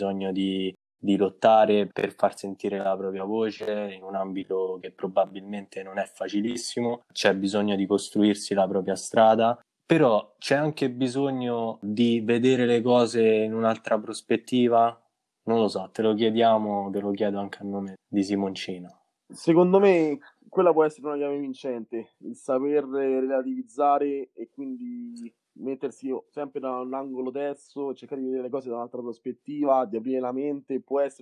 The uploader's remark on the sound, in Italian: Episodio registrato da remoto in data 14/07/2020.